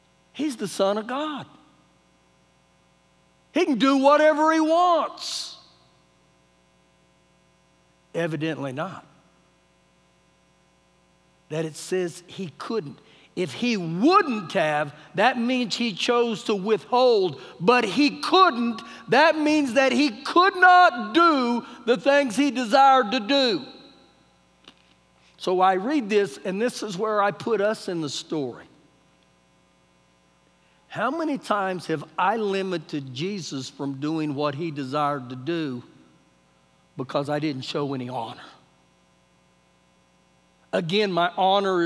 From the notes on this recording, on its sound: Recorded live during our Wednesday night service